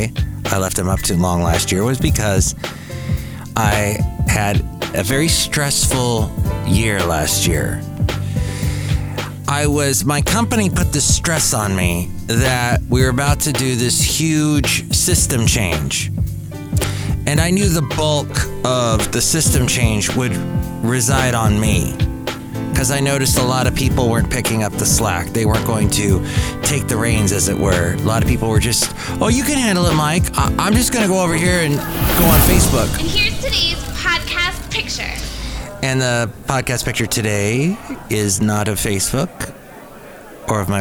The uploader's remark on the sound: podcasts live from Cafe Anyway